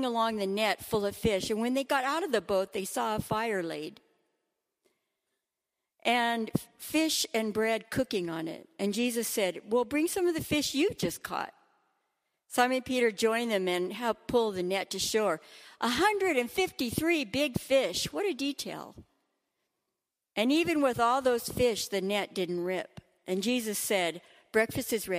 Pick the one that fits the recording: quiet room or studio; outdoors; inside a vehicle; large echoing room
large echoing room